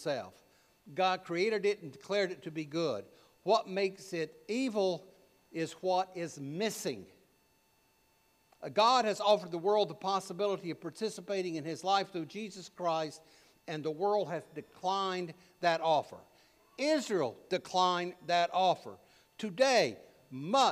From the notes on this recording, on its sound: preached at All Saints Anglican Church in Charlottesville, VA on May 21, 2023